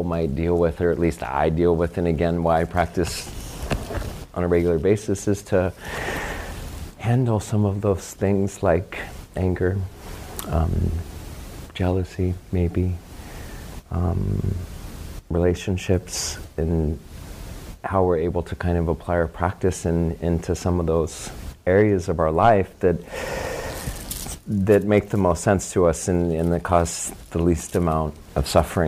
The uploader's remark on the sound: public talks recorded in 2019 at Do Nga Dargey Temple of Lion's Roar Dharma Center